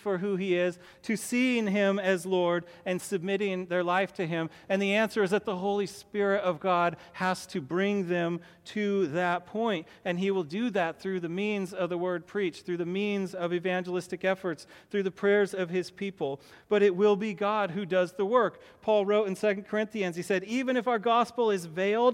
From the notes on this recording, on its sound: to the congregation of Peace Bible Church in Salem, Oregon